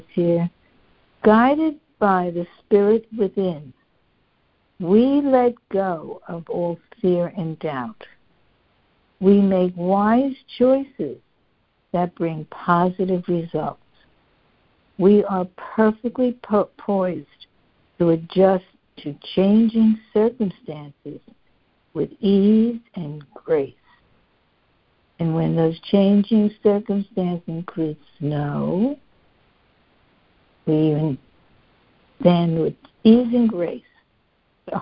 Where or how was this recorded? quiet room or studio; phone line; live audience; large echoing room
phone line